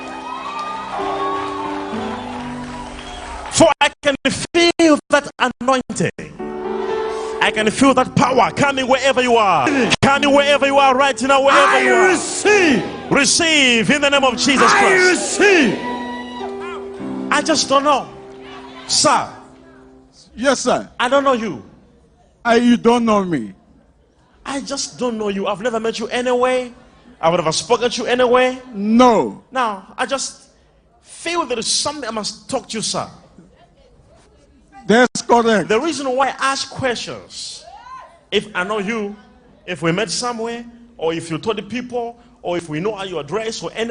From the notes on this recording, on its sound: LIVE MID WEEK SERVICE| ECG CHURCH